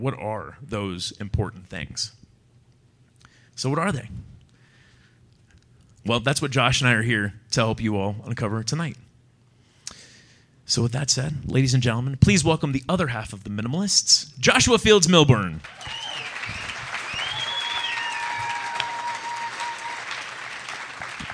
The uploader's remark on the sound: Live from Salt Lake City